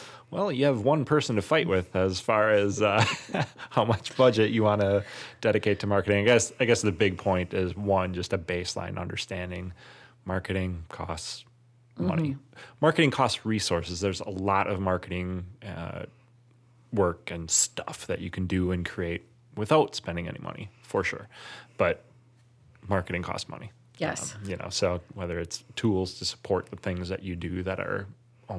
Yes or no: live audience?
no